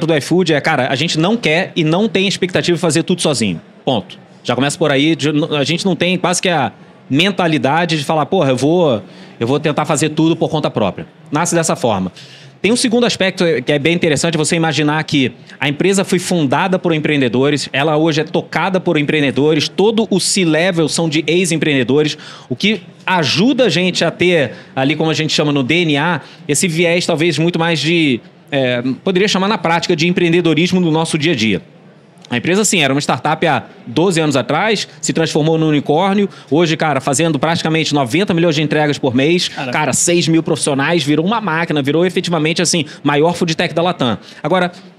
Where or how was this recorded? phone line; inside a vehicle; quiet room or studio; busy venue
busy venue